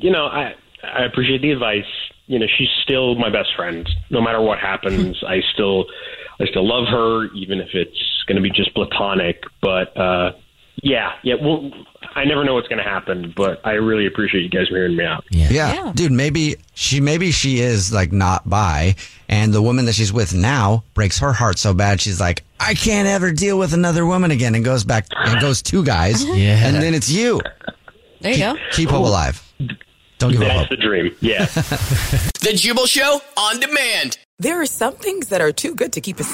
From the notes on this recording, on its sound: The guy on the phone